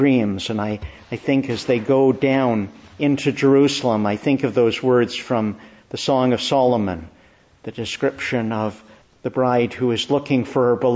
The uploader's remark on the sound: Preached in the Church of the Annunciation, Ottawa